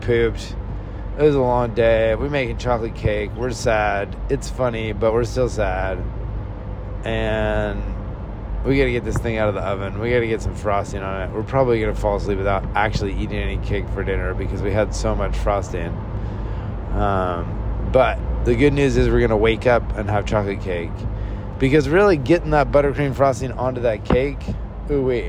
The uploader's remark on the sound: Sorry about all the car noise, maybe someday I'll have enough time to record this while I'm sitting still.